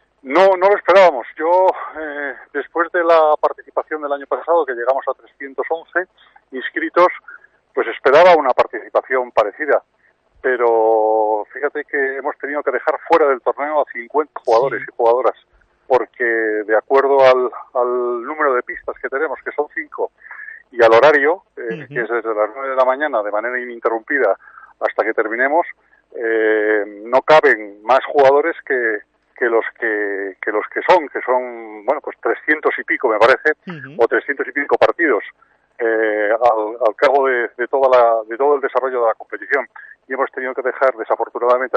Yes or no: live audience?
no